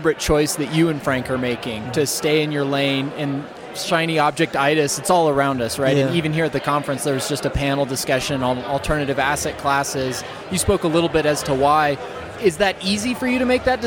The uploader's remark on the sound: today’s show is from the Best Ever Real Estate Conference